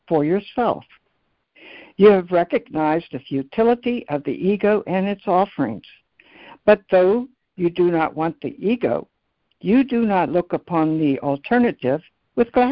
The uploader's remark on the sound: ACIM Daily Conference Call.